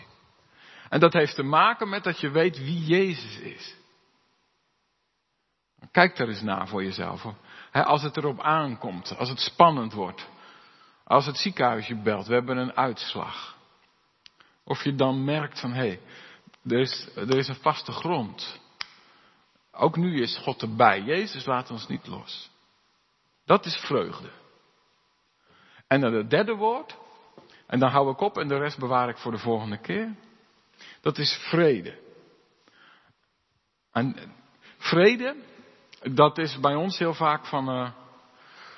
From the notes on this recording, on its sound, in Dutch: De preek is op 1 mei opgenomen in de De Hoeksteen in Haren